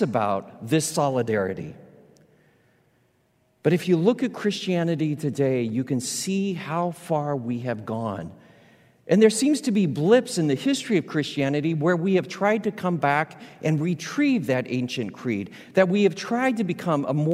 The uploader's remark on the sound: Recorded live at Beatitudes Church in Phoenix, AZ.